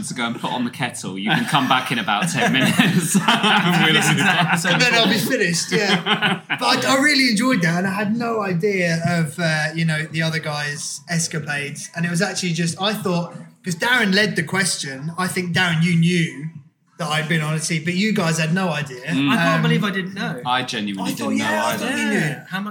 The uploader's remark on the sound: we recorded this extra special episode back in the pub!